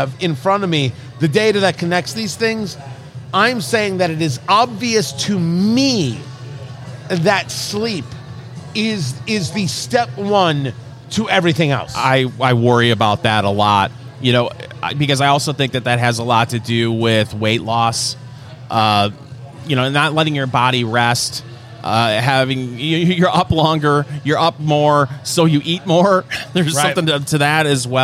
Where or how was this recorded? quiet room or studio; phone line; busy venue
busy venue